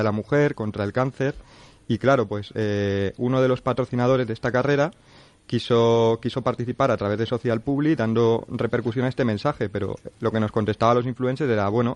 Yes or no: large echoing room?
no